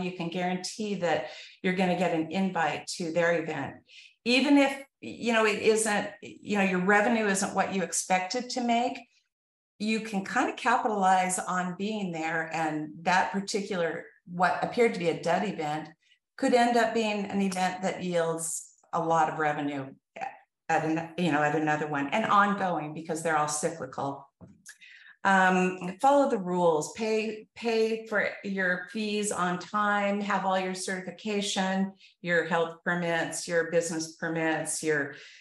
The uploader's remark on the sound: This episode was recorded from our Food Truck Beast Webinar.